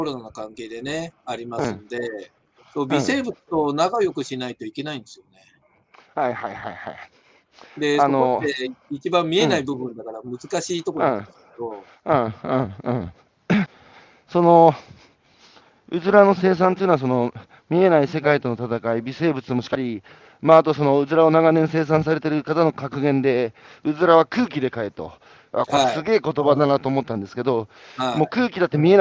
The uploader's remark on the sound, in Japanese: 歩きながら1時間、対談する